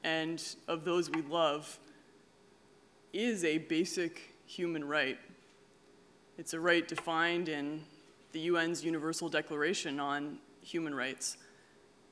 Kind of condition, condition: setting, busy venue